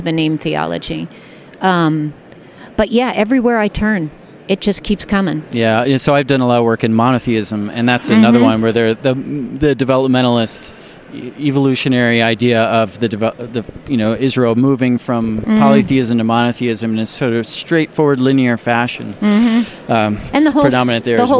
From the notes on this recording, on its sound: Comin’ to you live from the annual Society of Biblical Literature conference in Denver!